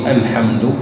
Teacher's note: الحمد اللام مرقق والهمزة مرققة